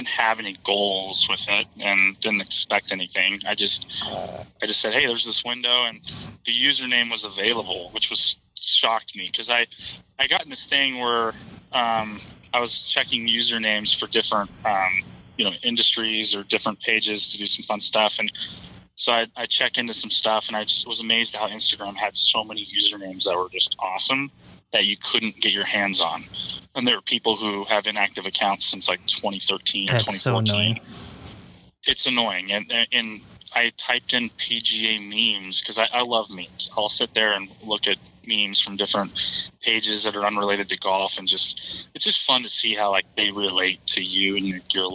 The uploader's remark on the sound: hopped on the phone